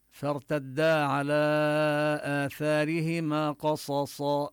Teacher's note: وهنا الراء مفخمة بفرتدا، راء ساكنة سبقت بفتحة